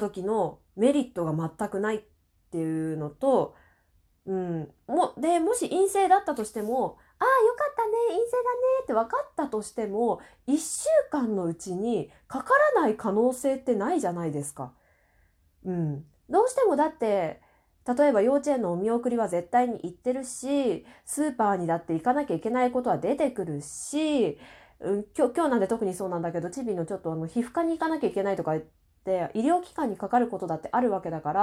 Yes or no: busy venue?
no